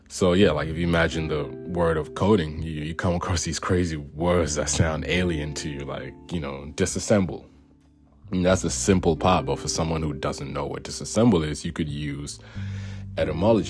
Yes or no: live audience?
no